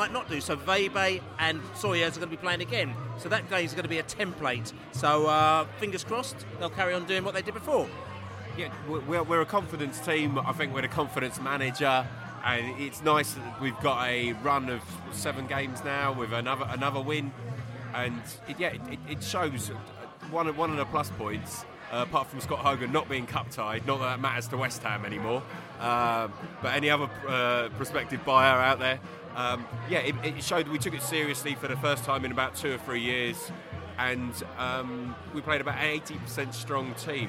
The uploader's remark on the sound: Newcastle Pre-Match Podcast from the pub